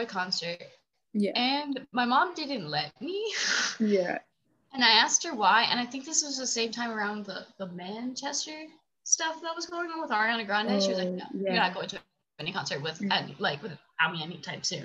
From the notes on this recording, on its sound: meet for the first time(over zoom)